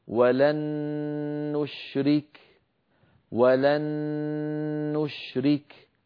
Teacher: فأدغمنا النون الساكنة في النون المتحركة فصار النطق بنون مشددة، والنون المشددة كما مر معنا تحتاج إلى غنة أكمل ما تكون.